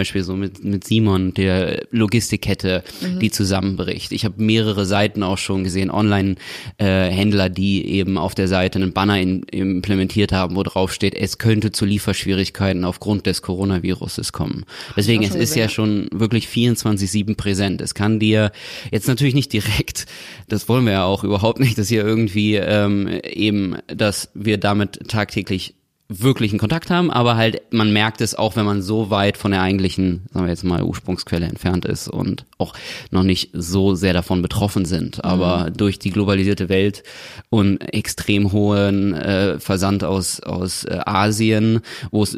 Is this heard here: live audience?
no